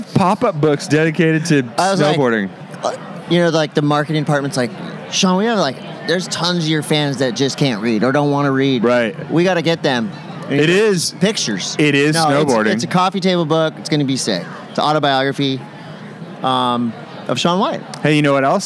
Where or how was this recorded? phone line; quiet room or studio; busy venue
busy venue